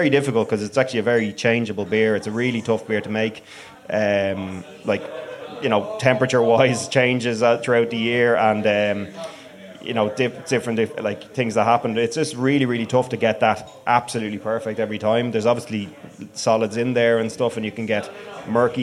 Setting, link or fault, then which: setting, live audience